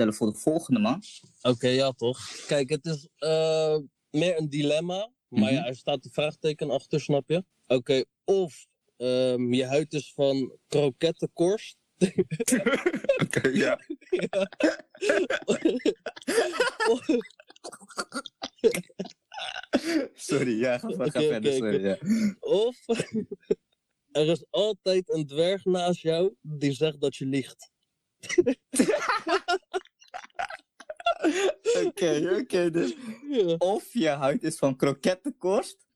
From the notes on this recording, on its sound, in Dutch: Omdat wij de richtlijnen van het RIVM volgen hebben er geen face-to-face ontmoetingen plaatsgevonden. Alle opnames zijn online op afstand gedaan. Hierdoor kan het zijn dat u de kwaliteit van de opnames niet van ons gewend bent.